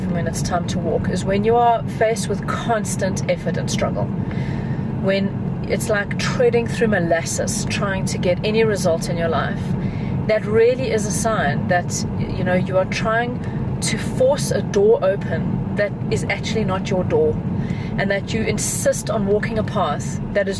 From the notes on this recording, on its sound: we're having a drive time chat from my car